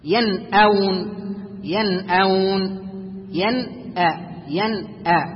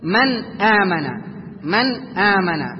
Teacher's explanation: النون الساكنة أخرجناها من مخرجها ظاهرة · Term: إظهارا حلقيا